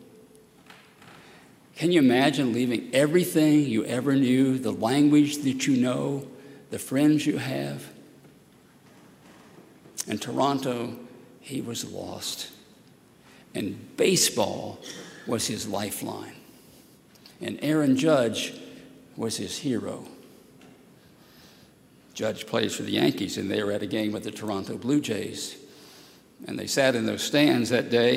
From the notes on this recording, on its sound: at Highland Baptist Church, Louisville, Kentucky